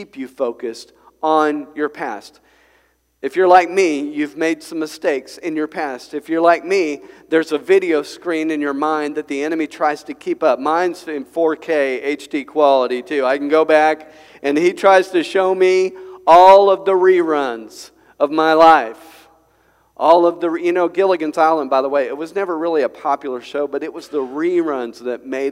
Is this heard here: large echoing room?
yes